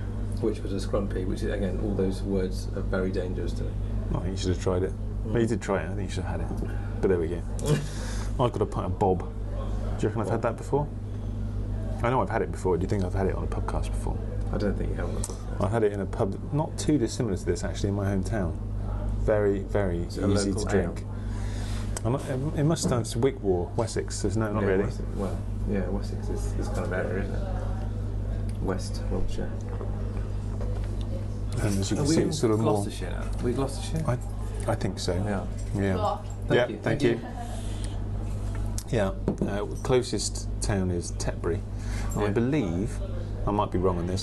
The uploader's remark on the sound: From The Cat & Custard Pot, Shipton Moyne, UK